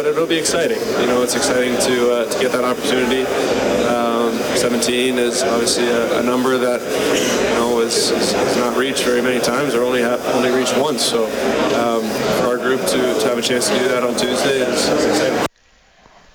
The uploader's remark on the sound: kicks off the show from Clare Drake Arena